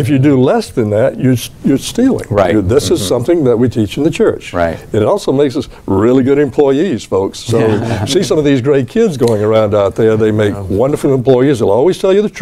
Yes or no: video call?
no